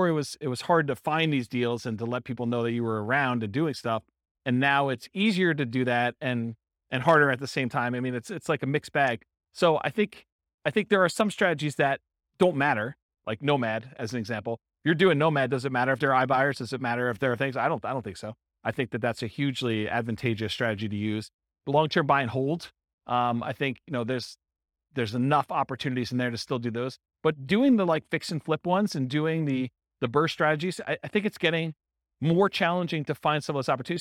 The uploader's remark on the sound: This was a live class recorded. Rochester, New York.